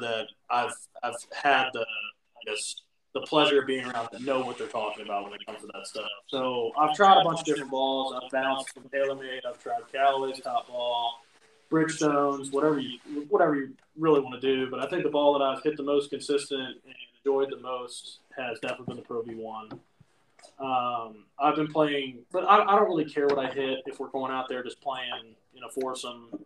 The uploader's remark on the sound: poor audio